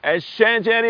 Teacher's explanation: الشجر بفصل الشين عن الجيم